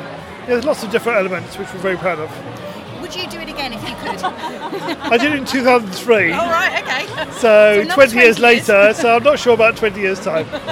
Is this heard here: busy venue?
yes